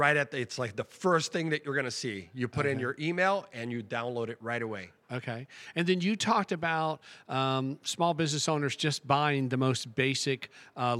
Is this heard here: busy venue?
yes